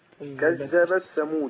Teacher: طبعا عندي كذبت التاء هنا مدغمة في الثاء